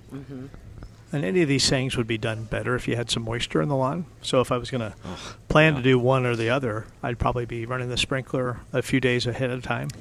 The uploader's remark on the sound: Live at Prairie Gardens